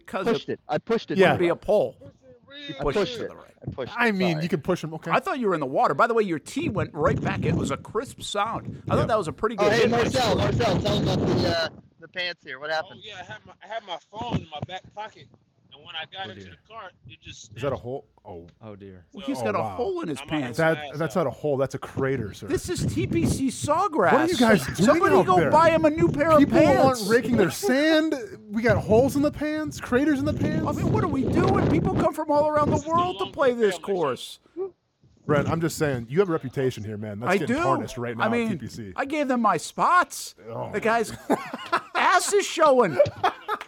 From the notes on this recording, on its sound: take you out live to a little matinee golf at TPC